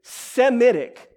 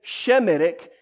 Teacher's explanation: The only reason we say Semitic today instead of Shemitic is because Greek did not have an SH sound